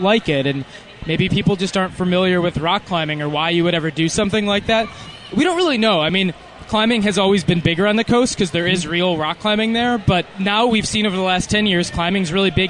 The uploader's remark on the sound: Live from First Ascent Chicago